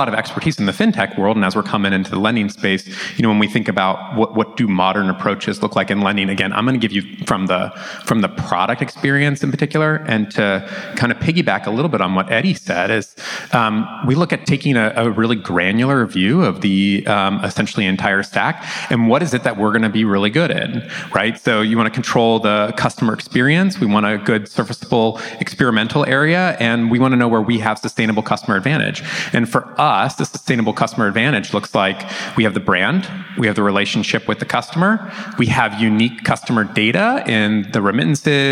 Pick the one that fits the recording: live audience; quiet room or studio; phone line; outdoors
live audience